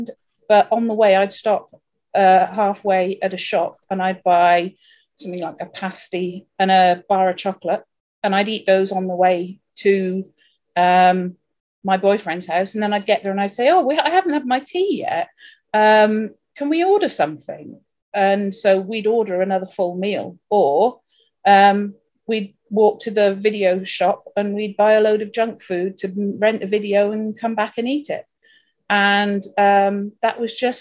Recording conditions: video call